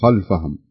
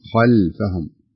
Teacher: لاحظ اللام ينتبه ترقيقه ما ينفع تقرأهم بما خلفهم لا خلفهم يعني حاول ترقي اللام لأنها تأتي بعد الخاء · Shown in: second take · والخاء مفخمة فيكون هناك تأثير في قراءتها يعني بعض الناس يقرأها مثل ما قرأتها أنت قلتي خلفهم لا الصحيح خلفهم كده.